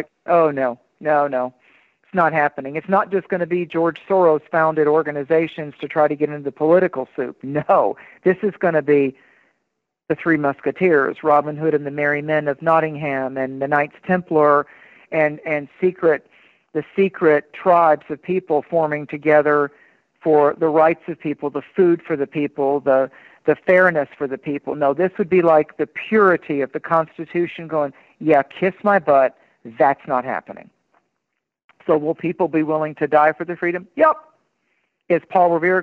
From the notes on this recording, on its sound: takes live calls